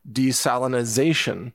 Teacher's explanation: And by the way, just as a quick note, desalination is the correct pronunciation of that term. I hear a lot of people say desalinization, which is they're adding an extra syllable. So just want to let you know that the correct way is desalination.